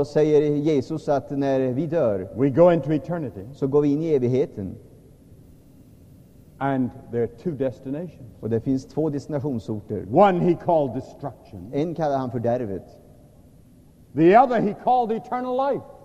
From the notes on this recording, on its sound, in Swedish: Inspelad i &#196;lvsj&#246;m&#228;ssan, Stockholm 1978-09-30.